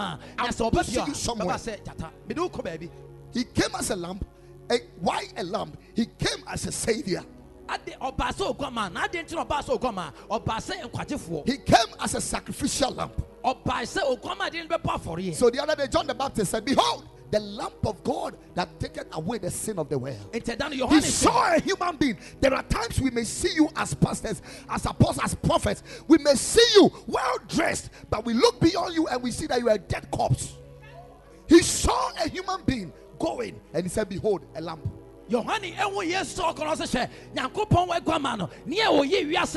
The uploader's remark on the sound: Preached at the Ekklesia Chapel